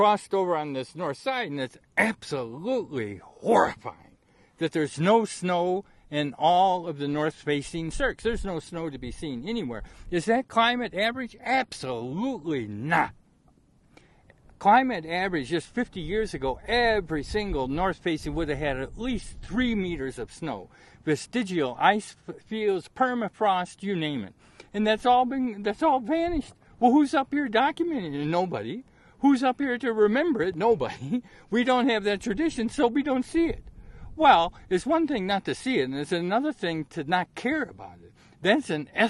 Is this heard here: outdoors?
yes